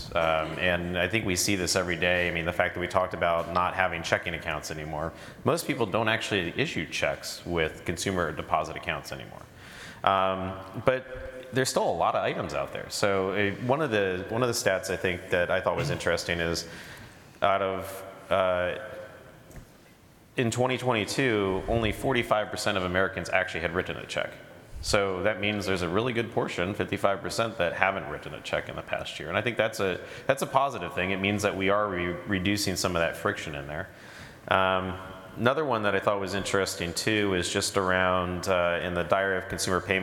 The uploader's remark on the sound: Recorded at ePayResources' ePayConnect 2023 in Orlando, Florida.